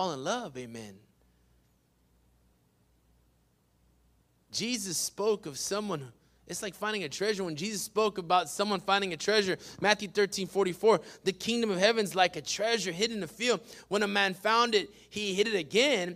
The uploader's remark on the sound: PREACHED IN WESLACO TX, 6-20-21